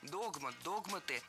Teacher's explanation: Раньше словари требовали ударения на первом слоге – догмат, догматы.